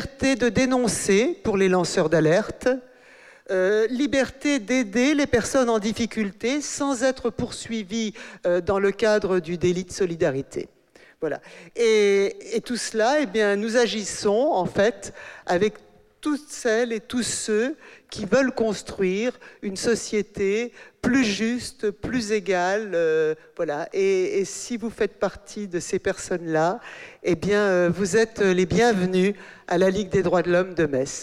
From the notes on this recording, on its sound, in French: Émission spéciale : en direct de la journée mondiale du refus de la misère à Metz. Ils ont accueilli des représentants des différentes associations de défense des Droits de l’Homme.